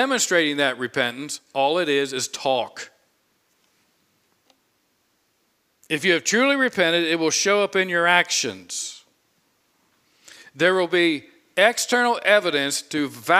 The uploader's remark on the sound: preached this sermon on Sunday, April 10, 2022 from the pulpit of Grace Community Church in Berea, KY.